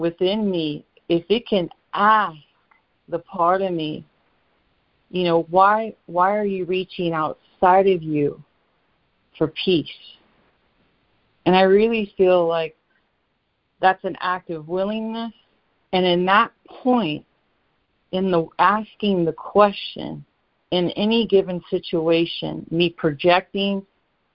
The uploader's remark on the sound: ACIM Daily Conference Call